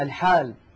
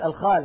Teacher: كلمة مثلا الحال إذا قرأها أحد من الذين يبدلونها خاء يقول الخال